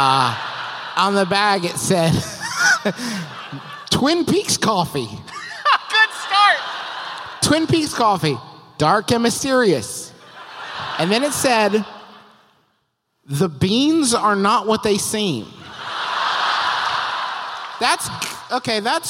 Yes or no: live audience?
yes